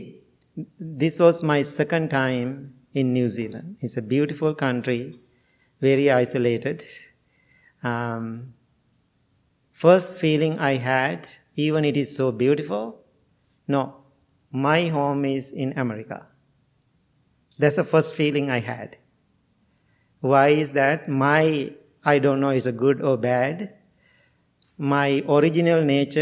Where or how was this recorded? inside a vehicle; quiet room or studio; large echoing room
large echoing room